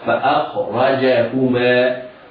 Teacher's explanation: الفاء والهمزة مرققتان، والخاء حرف ساكن مفخم، والراء حرف مفتوح مفخم، والجيم حرف شديد مرقق